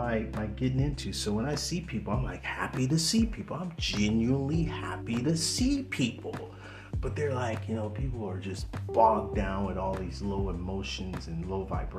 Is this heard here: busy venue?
no